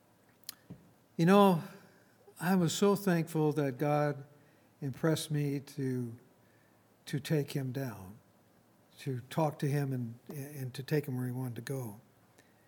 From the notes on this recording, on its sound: Recorded on May 12, 2019, at Grace Bible Fellowship in Front Royal, VA.